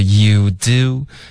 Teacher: 你的开头 you 嘴唇是放松的，结尾嘴唇是嘟起来的 · Term: 嘴唇的滑动